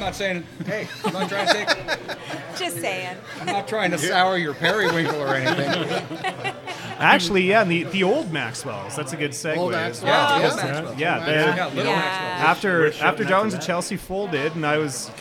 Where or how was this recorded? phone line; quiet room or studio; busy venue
busy venue